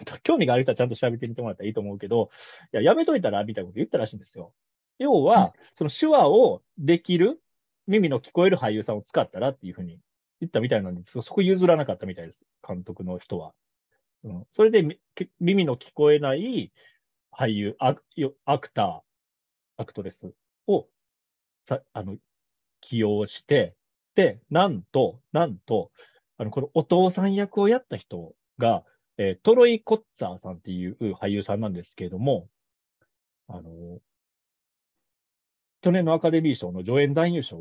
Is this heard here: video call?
yes